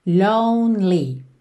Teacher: esse E do meio não é pronunciado. Então, você vai do N pro L